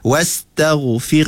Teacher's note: Matikan ra betul-betul. Kemudian masuk sifat ha. Ada suara, ada angin.